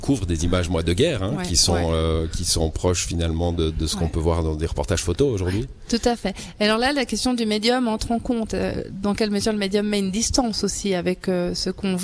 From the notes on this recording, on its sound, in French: Emission spéciale en direct du Musée Jenisch de Vevey